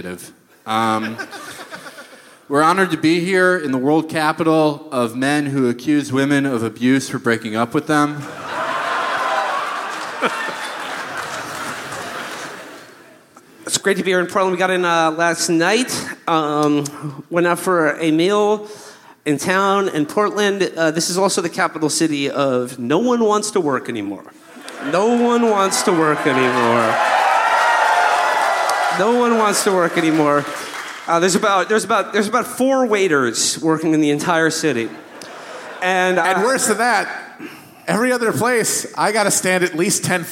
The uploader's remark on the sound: Live from the Aladdin Theater in beautiful Portland, Oregon!